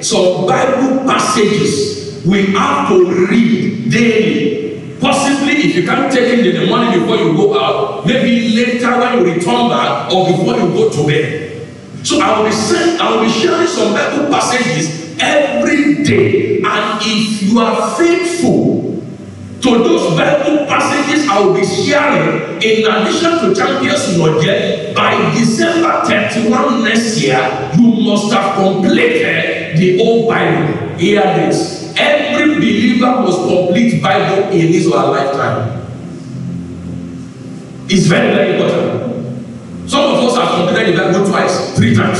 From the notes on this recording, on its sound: Covenant Champions Global Assembly Live Service